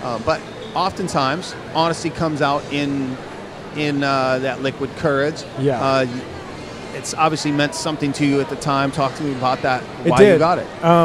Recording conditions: busy venue